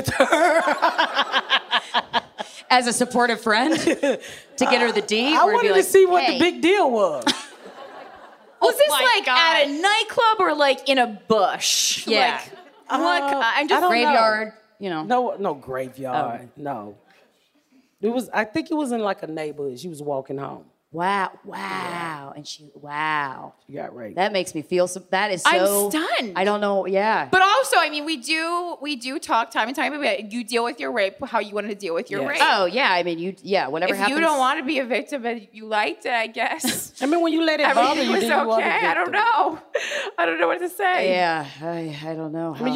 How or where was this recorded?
live audience